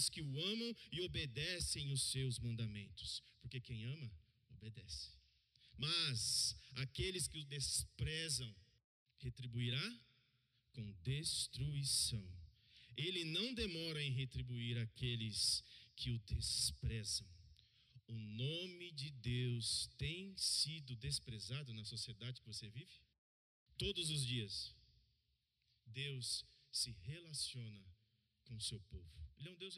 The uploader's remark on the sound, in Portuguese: no culto de domingo, e transmitido ao vivo pelo canal do Youtube